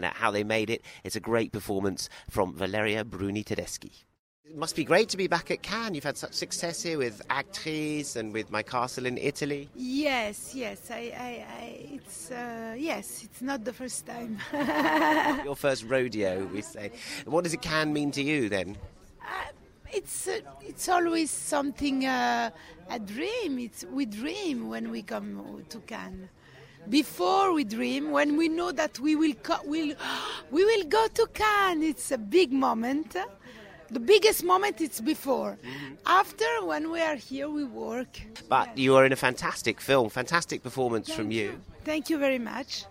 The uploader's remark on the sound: In Cannes to bring listeners the sounds of the world's most glamorous and influential film festival.